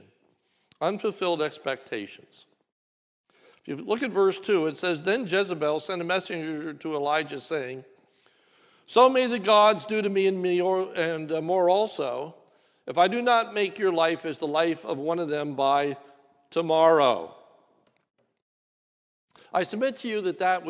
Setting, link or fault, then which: setting, large echoing room